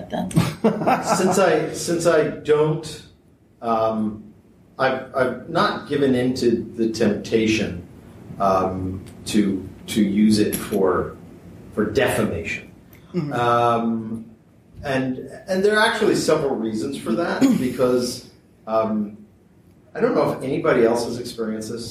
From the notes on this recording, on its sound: another panel from Balticon 2018